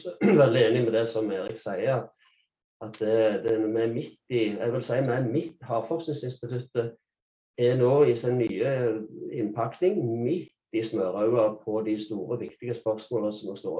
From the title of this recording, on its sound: Live Zoom